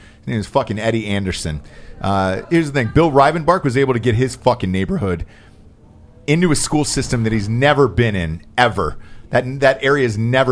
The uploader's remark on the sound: live from our new studio where we had a chili cookoff to welcome the community